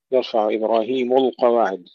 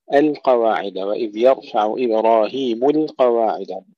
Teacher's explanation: كثير من الإخوة يقولون يرفع إبراهيم القواعد، إبراهيم يفخمون اللام لمجاورة القاف المفخمة، وهذا خطأ لأنها مرققة هنا · Shown in: second take · القواعد، وإذ يرفع إبراهيم القواعد، لا مرققة.